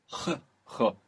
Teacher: the third H of Arabic, this ch, with a lot of friction. Ch.